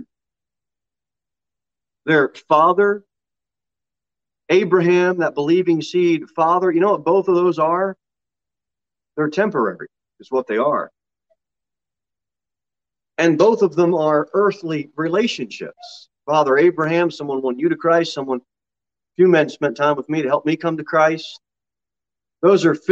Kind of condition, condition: setting, large echoing room